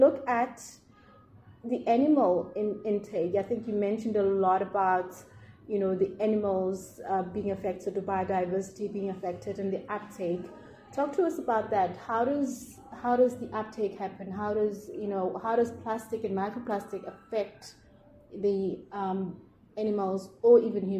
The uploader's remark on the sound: We are at the South African society of aquatic scientists conference in the Western Cape South Africa